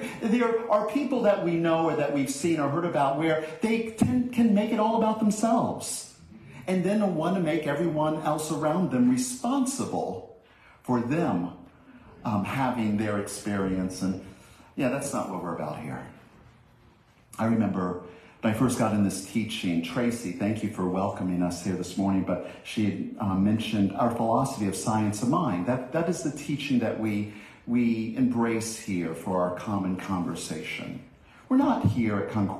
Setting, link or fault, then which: setting, large echoing room